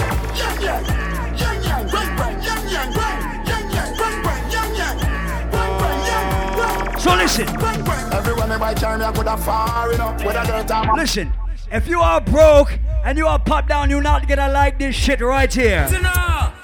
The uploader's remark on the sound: LIVE AT ISLAND SATURDAYS ON NOV 16TH